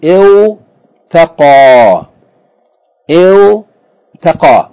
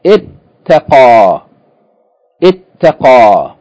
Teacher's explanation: The waw is assimilated into the ta. · Shown in: second take · It became it taqa.